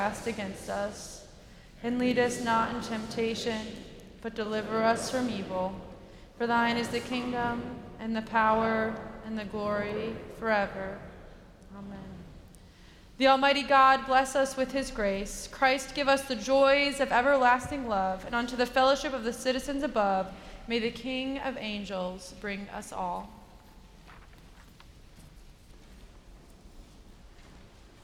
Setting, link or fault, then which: setting, large echoing room